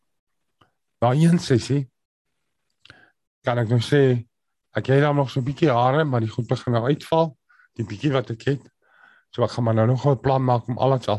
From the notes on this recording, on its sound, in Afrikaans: Zoom Byeenkoms 22 Maart 2022